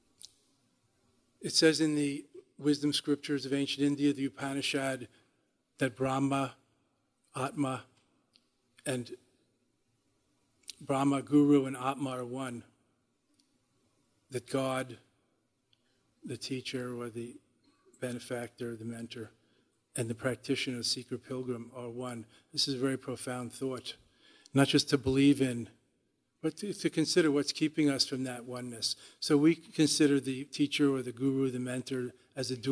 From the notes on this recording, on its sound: live on stage to share an evening of music, chanting and wisdom